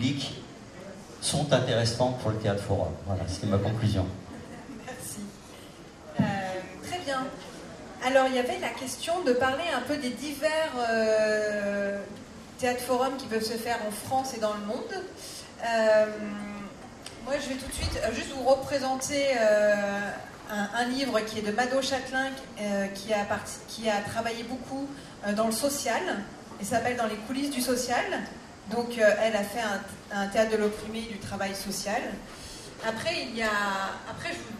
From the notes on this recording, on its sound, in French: Ecoutez cet extrait d'une conférence trop longue en durée pour l'enregistrer en entier. Festival de Avignon 2022.